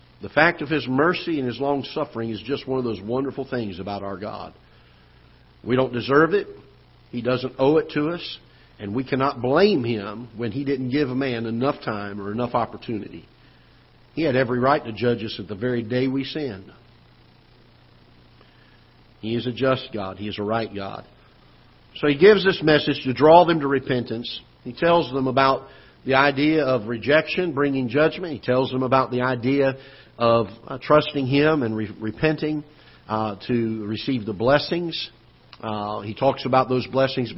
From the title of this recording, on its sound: Ketha Heights Baptist Church ~ Live Broadcast